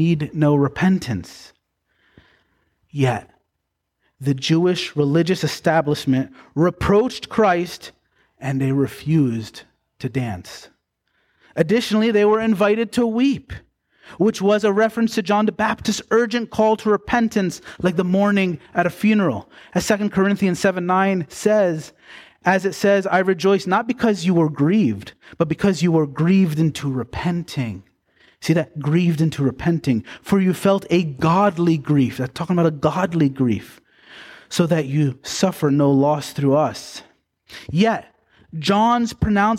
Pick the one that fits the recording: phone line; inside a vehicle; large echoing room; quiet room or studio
large echoing room